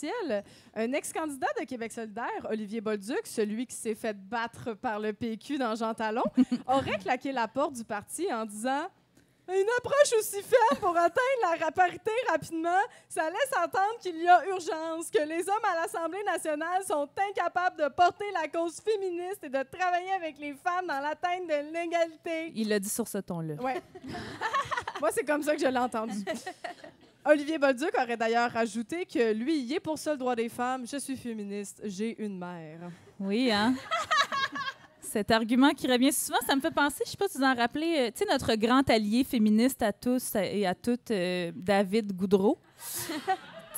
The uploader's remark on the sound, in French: Enregistré devant public au Café Tuyo à Montréal.